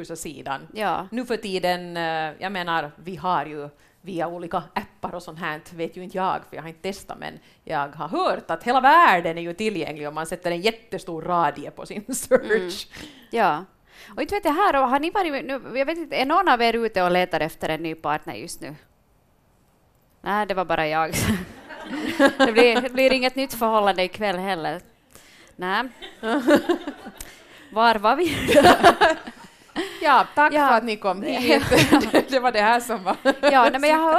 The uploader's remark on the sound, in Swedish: Livepodd. Podden är inspelad live inför publik i Jakobstad.